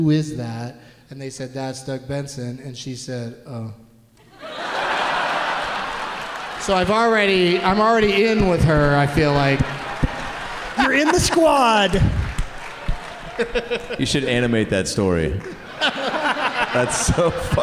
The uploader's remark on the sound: Live from the Neptune Theatre in Seattle